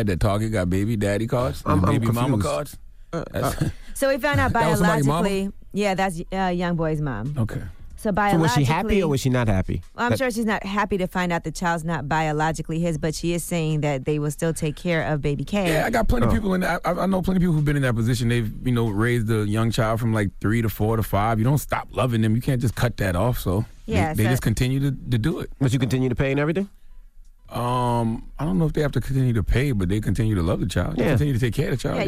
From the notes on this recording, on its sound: Well we opened up the phone lines to see if our listeners took offense to the cards.